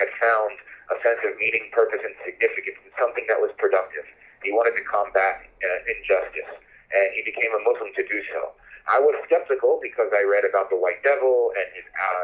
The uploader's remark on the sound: He joined me by phone from Jordan.